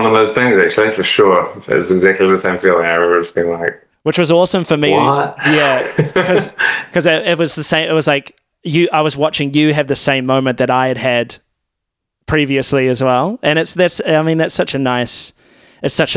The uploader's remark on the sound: over the phone